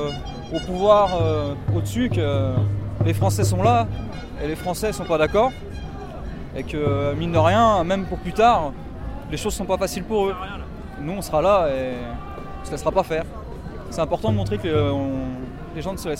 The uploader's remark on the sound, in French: nous étions en direct du cortège parisien